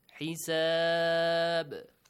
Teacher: When you stop here, the tanween of ba changes to sukoon and the letter ba is a sakin ba. And the rule qalqala, echoing sound, must be applied here.